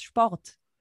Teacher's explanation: die Lippen machen da so eine Art Trichter und dann kommt der Vokal offen raus und nicht geschlossen. · Term: offener Vokal